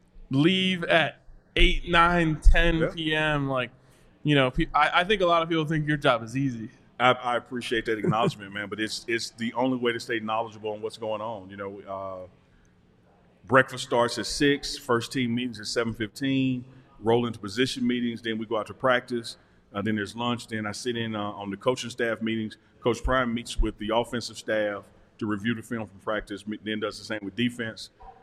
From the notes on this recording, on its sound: live from the DNVR Bar